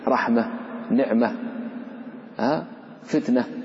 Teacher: فالأصل أن كل اسم لحقته هذه التاء فهي هاء، تكتب هاء. حالة الوصل تنطق تاء، حالة الوقف يوقف عليها بالهاء، رحمة، نعمة، فتنة، قل ما شئت أينما وردت، كلها بالهاء.